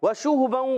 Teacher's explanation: واو کی ادائیگی ہونٹوں کی گولائش ہے، شین پر پیش، ہا پر پیش، ہونٹ گول ہو جائیں گے